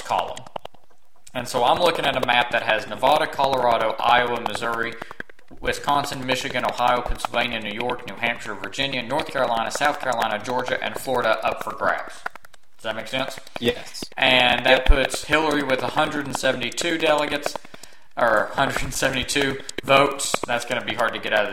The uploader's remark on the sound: Once again messed up during recording and did not notice a problematic audio flaw in the recording that is resent in the majority of the episode (a constant popping sound).